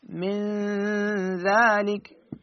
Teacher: فأقول مثلا من ذلك اللسان يخرج من بين الأسنان باعتبار مخرج الذال، إذ هنا بهذا المكان أطغن أقول من ذلك. · Term: الإخفاء